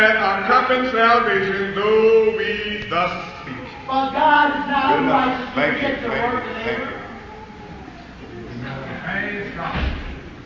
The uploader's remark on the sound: preached at the 1985 Springfield (OH) fellowship meeting